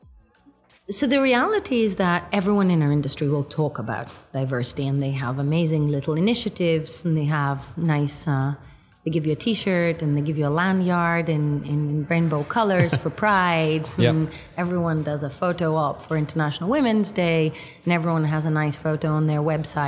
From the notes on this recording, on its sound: coming live from Money20/20 Europe